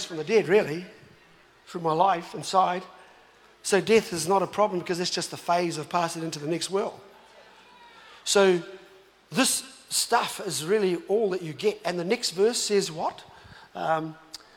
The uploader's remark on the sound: was recorded live From Destiny Auckland